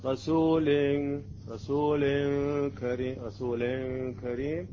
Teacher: لكن إذا أريد أن الإخفاء يكون غير جيد وبدون غنة يسمى الإخفاء المفتوح، يعني اللسان يكون بعيد عن مخرج النون، رسول رسول كريم رسول كريم، هذا الإخفاء ليس مع الغنة، رسول رسول.